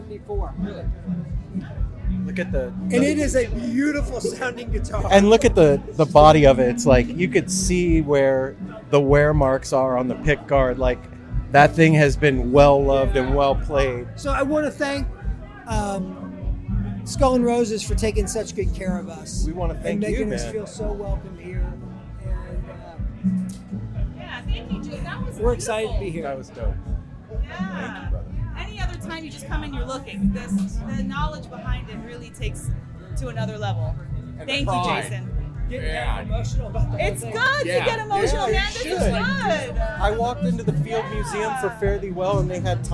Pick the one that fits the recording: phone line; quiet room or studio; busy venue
busy venue